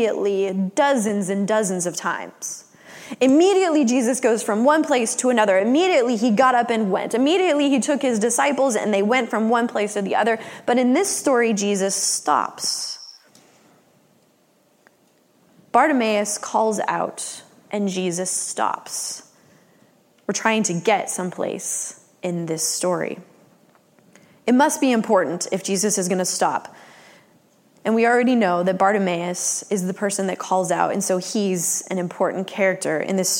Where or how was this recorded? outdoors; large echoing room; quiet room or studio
large echoing room